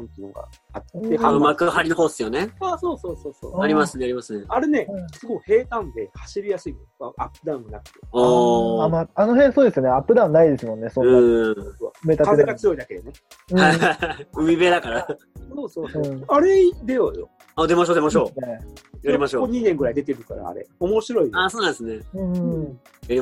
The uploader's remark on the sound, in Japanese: ZOOMコラボ収録の模様をお届けします